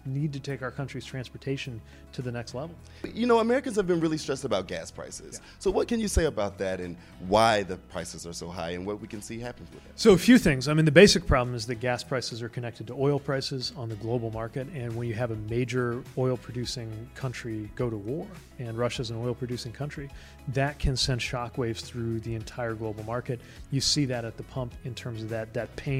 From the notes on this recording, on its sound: Billboard News is live from SXSW 2022 in Austin, Texas!